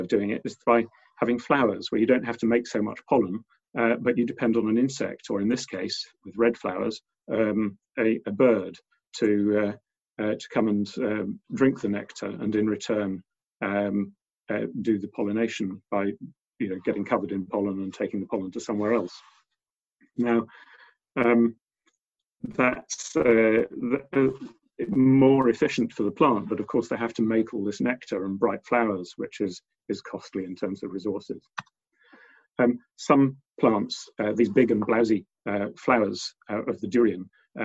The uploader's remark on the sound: Recorded at the 5x15 zoom online event on 20th April, 2020.